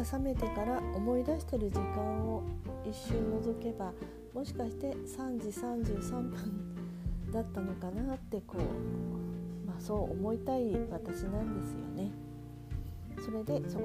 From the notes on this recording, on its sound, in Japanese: IPhoneイヤホンマイクでの収録。